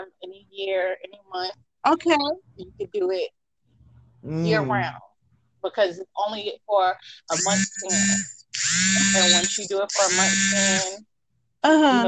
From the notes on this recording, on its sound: Please excuse us for our technical difficulties.